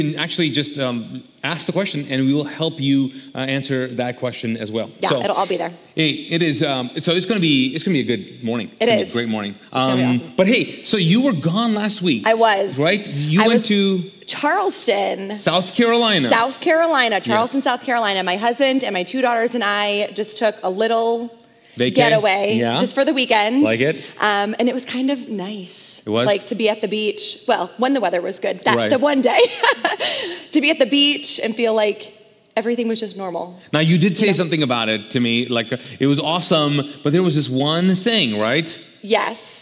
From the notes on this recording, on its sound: This video was recorded live from the Mosaic Church "Hope Center" in Charlotte North Carolina